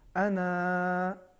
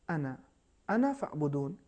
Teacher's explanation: لیکن اگر ہم ملا کے پڑھیں انا انا فعبدون، یعنی میری عبادت کرو، تو الف نہیں پڑھا جائے گا. الف نہیں پڑھا جائے گا، صرف نون اور نون پر زبر، زبر کا تلفظ ہوگا لیکن الف کا تلفظ نہیں ہوگا · Shown in: second take